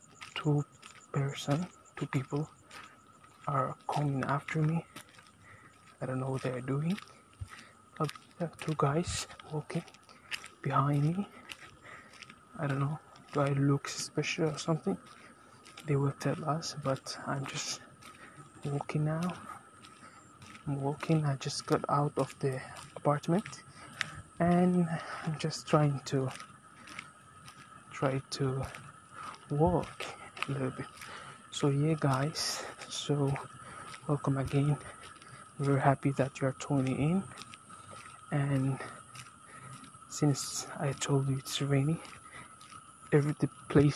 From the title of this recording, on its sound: Taking a walk outside